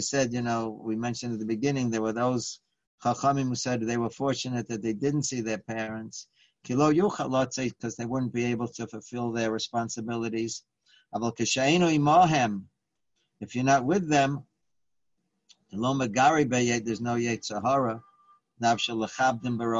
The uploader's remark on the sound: Live On Zoom